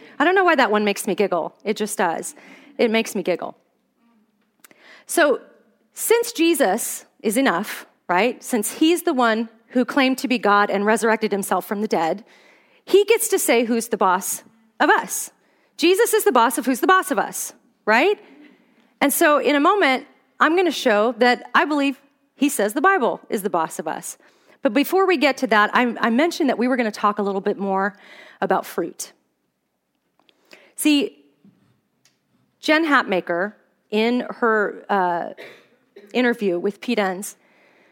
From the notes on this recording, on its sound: Here's the second of two talks I gave at the "Pretty Little Lies" Women's Conference in Fairbanks, Alaska. The sanctification gif I showed to the audience.